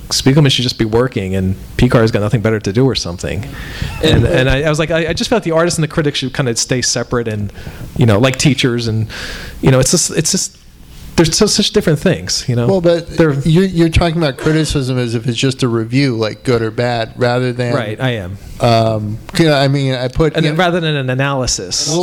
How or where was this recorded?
live audience